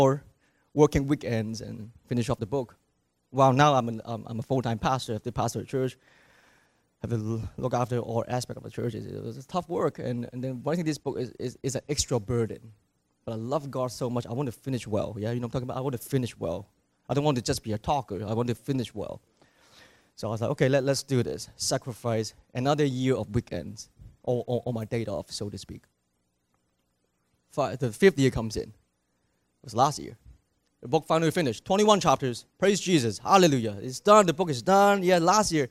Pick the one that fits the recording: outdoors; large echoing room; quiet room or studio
large echoing room